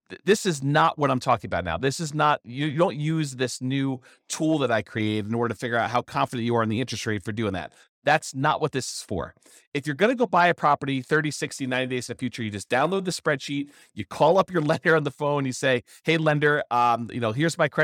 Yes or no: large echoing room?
no